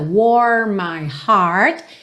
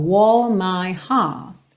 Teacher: O, O, e aí a gente chega no refrão, hold me now, O, warm my heart. Aqui, no inglês americano, a gente teria bastante língua enrolada · Shown in: first take